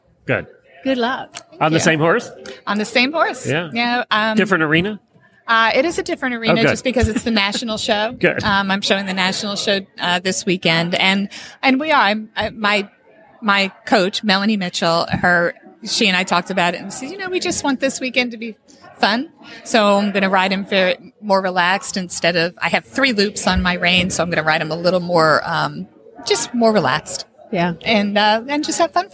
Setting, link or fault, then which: setting, busy venue